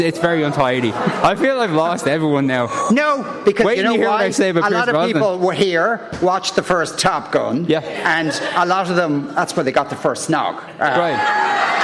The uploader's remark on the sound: Live from Lawlors Hotel in Naas with thanks to Marks and Spencer part of Newstalks Summer Tour.